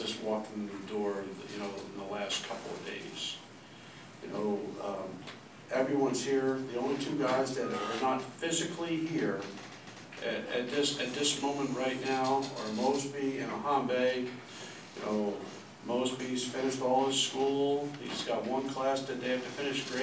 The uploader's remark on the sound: a Thursday morning press conference at Mrkonic Auditorium